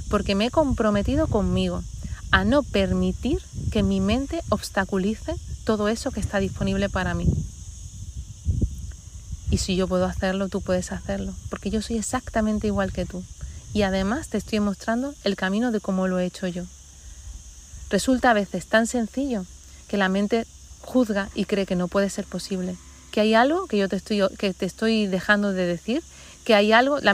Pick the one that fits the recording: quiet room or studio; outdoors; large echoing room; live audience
outdoors